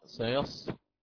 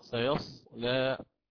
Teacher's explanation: ورقق اللام وأقلل الألف · Shown in: second take